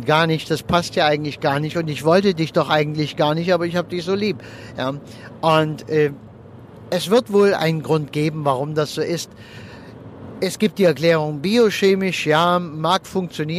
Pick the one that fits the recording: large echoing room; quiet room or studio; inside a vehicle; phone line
inside a vehicle